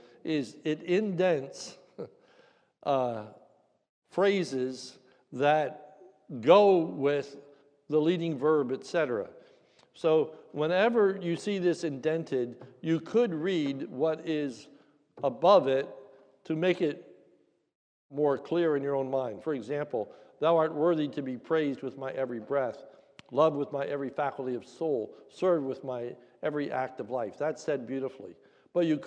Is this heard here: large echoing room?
yes